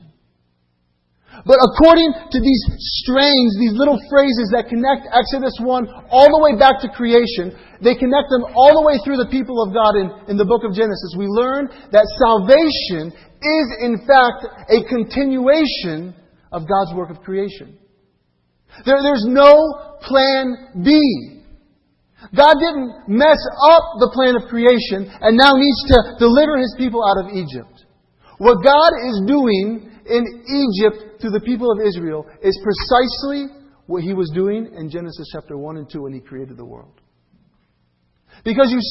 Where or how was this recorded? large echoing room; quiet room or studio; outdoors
large echoing room